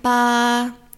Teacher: tone one is just like a high kind of flat tone